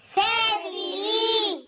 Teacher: ياء مد عرض السكون جائز. اثنين أربعة حركات